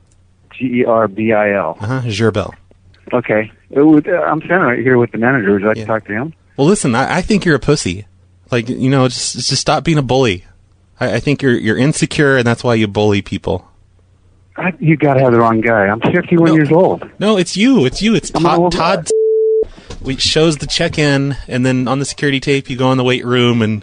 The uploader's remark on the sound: Prank Phone Calls Collection